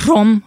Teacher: még van, ahol megőrizték a rr, ilyen erősebben kiejtve, rom, viszont magyar cigány nyelvjárásban az csak R, vagy például néhány szóban megmaradt, mint geminátú?